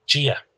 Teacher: If you go to Ulster, I always feel like this sounds like a kind of wetter, fudgier sound. In fact, it sounds a bit like J for me. · Term: slender D